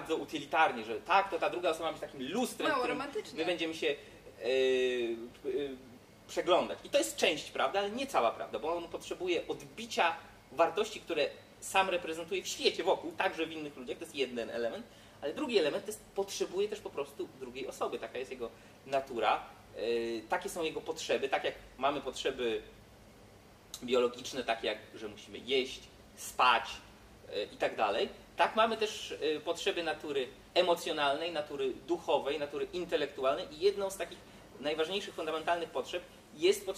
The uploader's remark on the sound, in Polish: Za ugoszczenie nas i możliwość nagrania podcastu dziękujemy Świetlicy Wolności – niezwykłemu pubowi przy Nowym Świecie 6/12 w Warszawie.